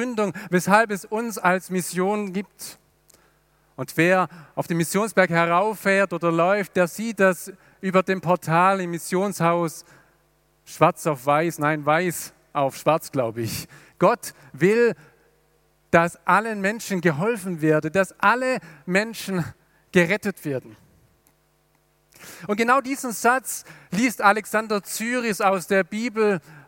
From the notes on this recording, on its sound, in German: aus dem Classic-Gottesdienst der Missionsberg-Gemeinde (Liebenzeller Mission)